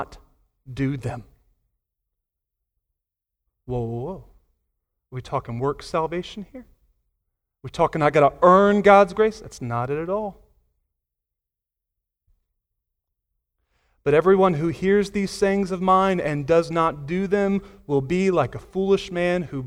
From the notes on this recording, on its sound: Sunday Morning Sermon Audio.